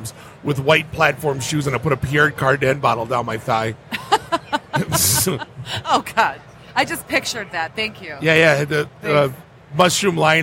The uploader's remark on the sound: Live from Motor City Comic Con